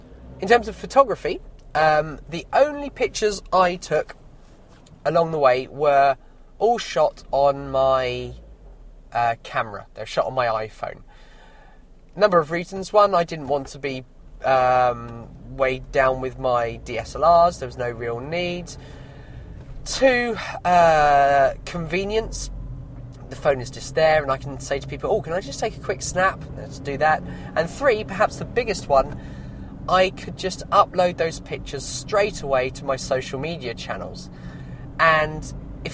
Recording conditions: outdoors